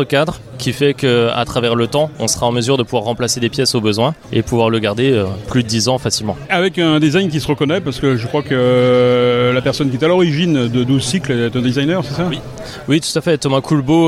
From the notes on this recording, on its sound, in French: lors du Cargo Bike Festival à Lyon